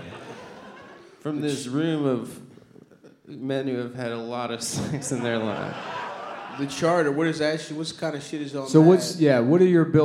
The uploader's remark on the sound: Otowa 2019 (Live Show)